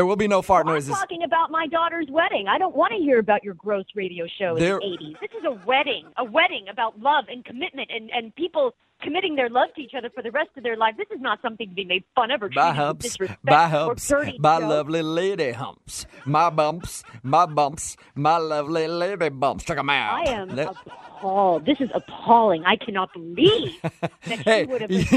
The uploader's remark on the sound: Phone Tap. By MOViN925.